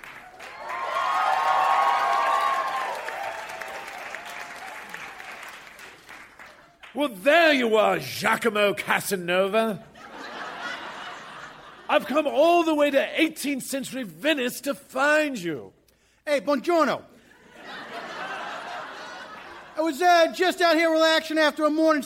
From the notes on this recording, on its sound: Recorded Live 1/10/2014 at Largo, Los Angeles.